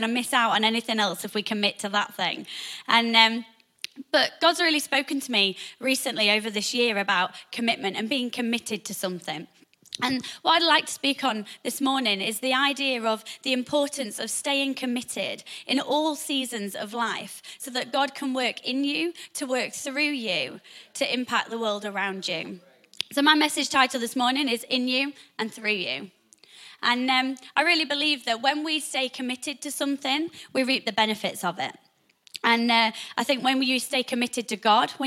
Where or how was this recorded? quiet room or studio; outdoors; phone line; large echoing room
large echoing room